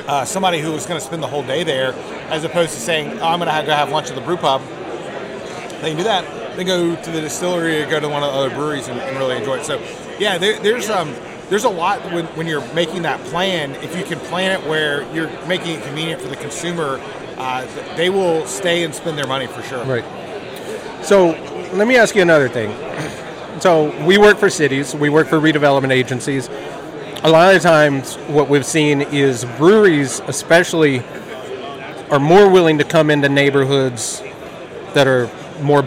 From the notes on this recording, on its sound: at the Florida Brewers Guild annual conference